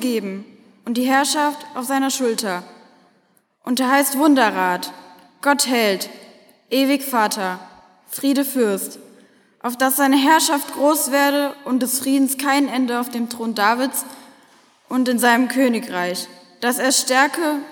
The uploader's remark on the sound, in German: Predigt gehalten in der Martin-Luther-Kirche in Detmold am Heiligen Abend 2016